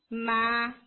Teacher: आपके लिप्स एक दूसरे से दूर जाते हैं · Term: तबाउद